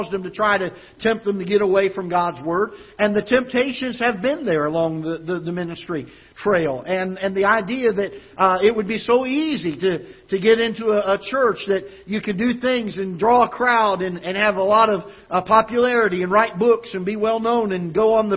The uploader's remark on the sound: Ketha Heights Baptist Church ~ Live Broadcast